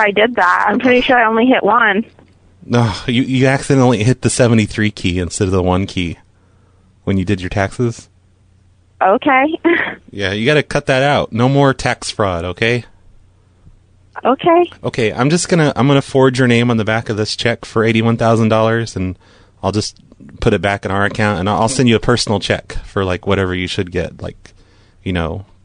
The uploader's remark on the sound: RBCP's Personal Prank Phone Calls Collection